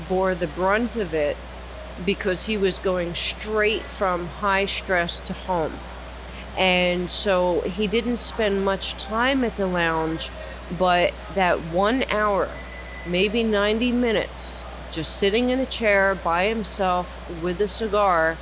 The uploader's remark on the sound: I decided to record this podcast at one of my favorite cigar lounges, Cigar Sessions in Middletown DE.